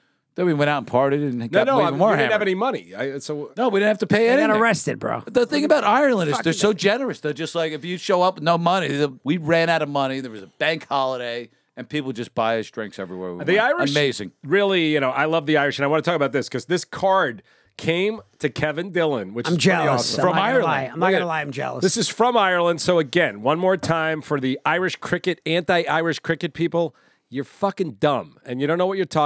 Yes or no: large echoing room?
no